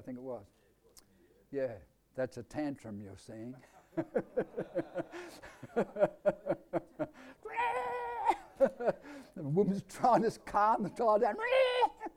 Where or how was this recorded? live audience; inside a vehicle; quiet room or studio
live audience